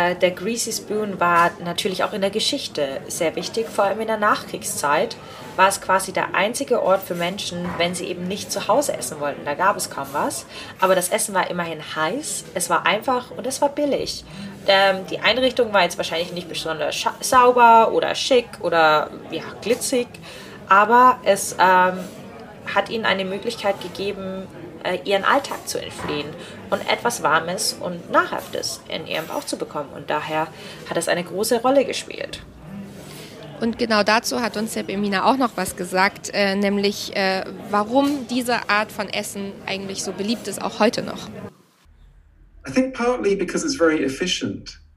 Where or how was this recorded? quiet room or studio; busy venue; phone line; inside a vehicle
busy venue